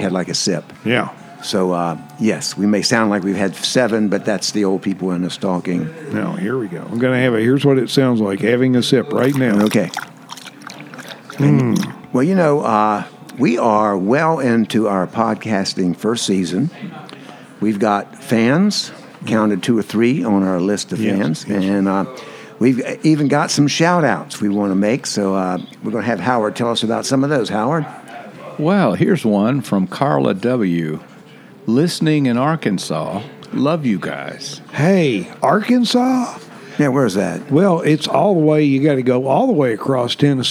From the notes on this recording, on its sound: This episode was recorded at Saluda Outfitters in Saluda, North Carolina – the home of Green River Eddy’s Tap Room.